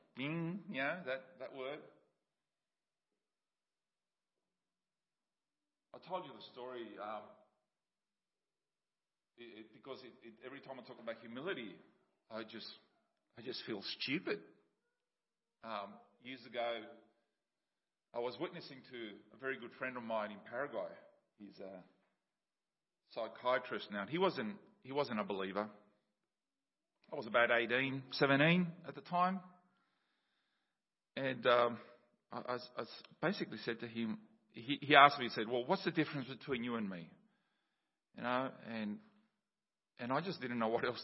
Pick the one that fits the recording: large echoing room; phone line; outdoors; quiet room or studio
large echoing room